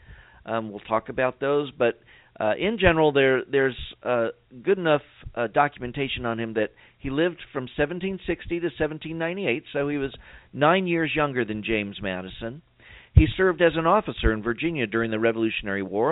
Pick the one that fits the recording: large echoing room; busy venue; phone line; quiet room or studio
phone line